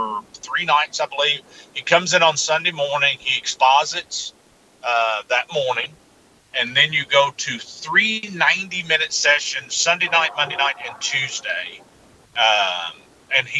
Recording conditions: phone line